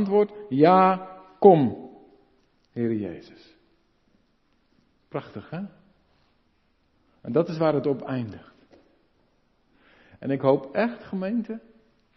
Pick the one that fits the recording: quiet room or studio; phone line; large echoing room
large echoing room